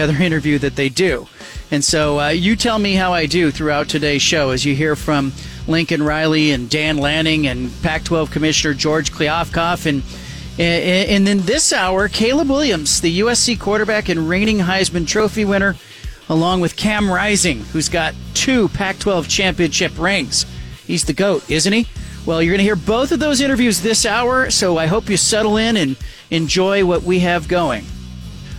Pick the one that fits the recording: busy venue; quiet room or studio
busy venue